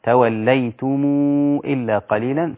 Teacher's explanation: وورش يضم ميم الجمع إذا جاء بعدها همزة هكذا توليتم إلا قليلا، ست حركات بالإشباع منكم وأنتم معرضون.